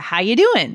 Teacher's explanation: We just think of it as slang, like it is a word, D-O-I-N. But it's actually an example of elision because that G completely disappears